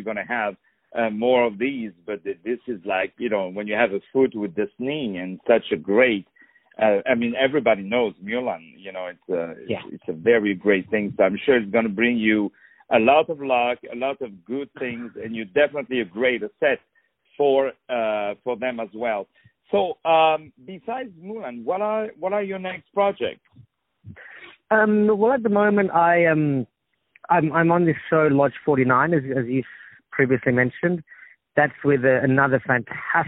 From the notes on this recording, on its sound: On the phone